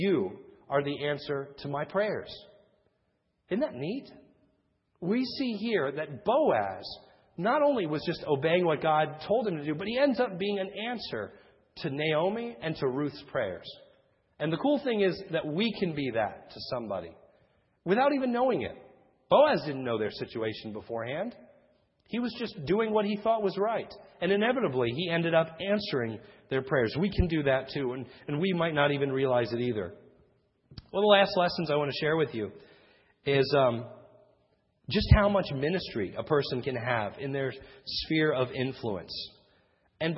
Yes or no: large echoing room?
yes